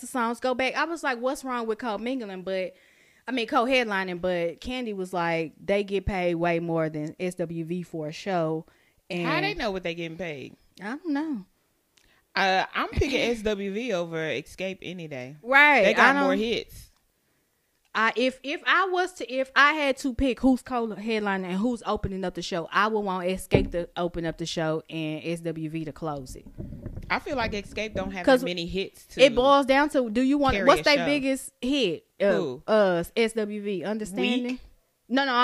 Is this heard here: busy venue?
no